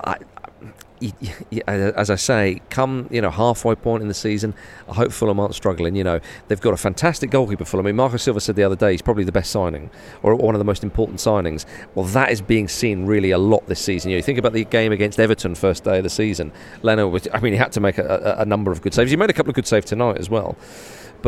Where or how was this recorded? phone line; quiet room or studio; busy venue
busy venue